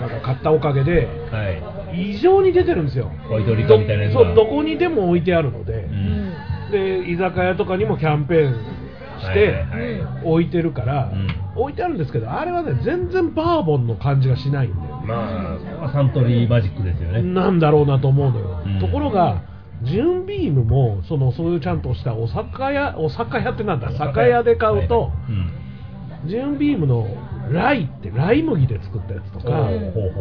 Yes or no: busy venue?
yes